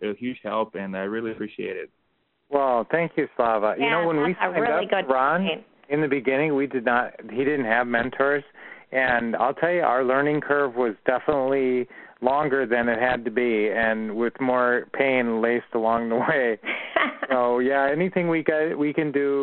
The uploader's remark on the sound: Q&A Call 2016-05-09